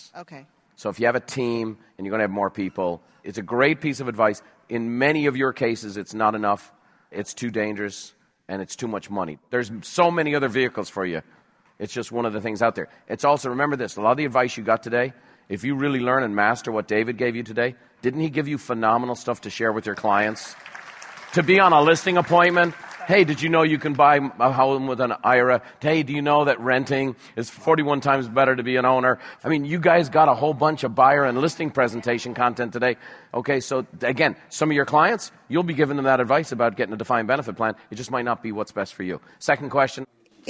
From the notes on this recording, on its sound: Recorded live at Buffini & Company’s “The Peak Experience,”.